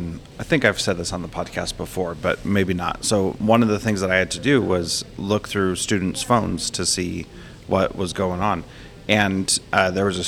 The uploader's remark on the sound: This interview is from a recent conference. Called Professional Practices Institute.